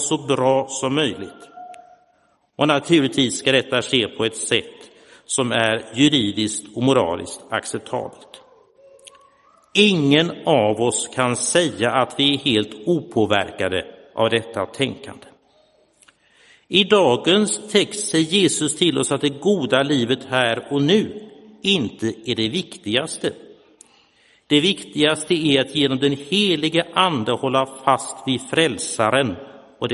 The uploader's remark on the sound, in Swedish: Inspelad i Roseniuskyrkan den 24 juli 2022.